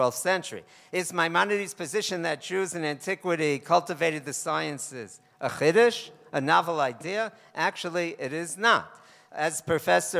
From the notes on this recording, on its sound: This most recent essay originated as a lecture at a conference commemorating the 25th yahrzeit of R. Isadore Twersky convened at Yeshiva University’s Bernard Revel Graduate School of Jewish Studies at Yeshiva University.